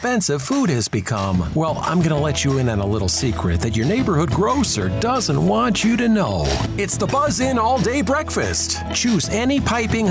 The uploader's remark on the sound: Live from Joe Richer Court at Everett High School